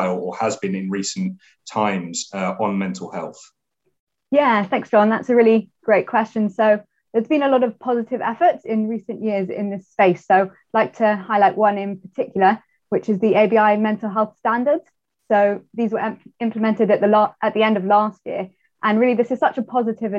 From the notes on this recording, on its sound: a recording of the webinar held by the Institute and Faculty of Actuaries